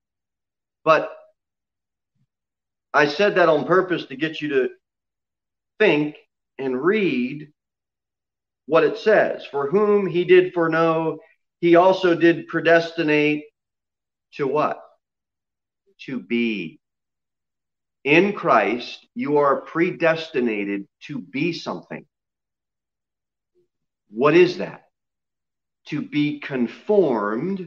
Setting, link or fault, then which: setting, large echoing room